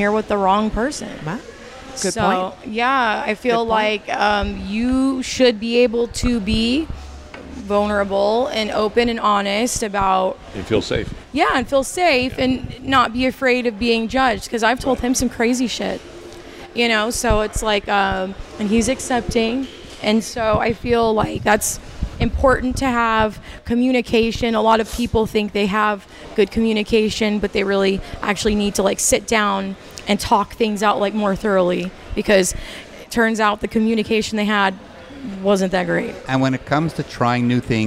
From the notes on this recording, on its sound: Join us on location at Hedonism II Resort on Negril Beach, chatting with some open-minded guests who are on their first visit to Hedo together.